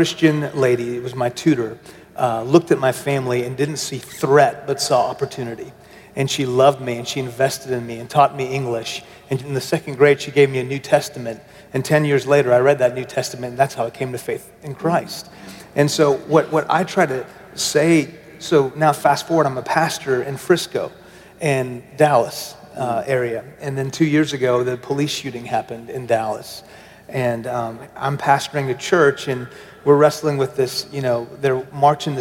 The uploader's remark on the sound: at our MLK50 conference